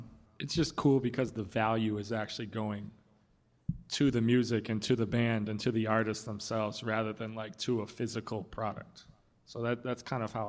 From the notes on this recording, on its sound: In a live podcast panel recorded in September at Rockit Bar & Grill